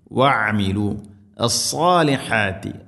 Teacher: വഅമിലു അസ്സാലിഹാത്തി, സാദ്, ഹ, ഈ രണ്ടക്ഷരങ്ങളും ഇവിടെ ശ്രദ്ധിക്കണം. സ്വാദ് ഉച്ചരിക്കുന്ന സമയത്ത് നാവിൻ്റെ മധ്യഭാഗം അണ്ണാക്കിലേക്ക് ഉയർന്നു നിൽക്കണം. ഇസ്തിഇലാഇൻ്റെ അക്ഷരമാണ്, സ്വരഭാരത്തിൽ ഉച്ചരിക്കണം.